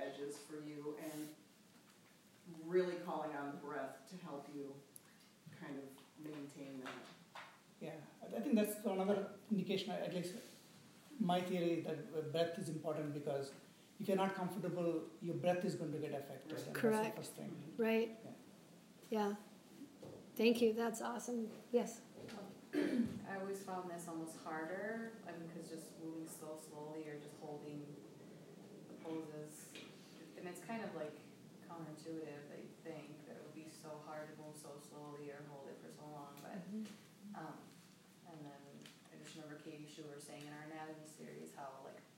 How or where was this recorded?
live audience